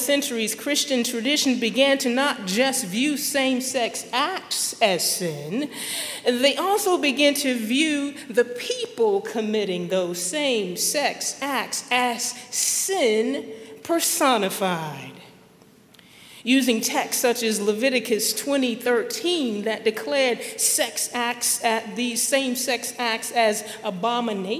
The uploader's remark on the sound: at Highland Baptist Church, Louisville, Kentucky